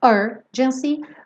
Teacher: Urgency tem a sílaba tônica no começo.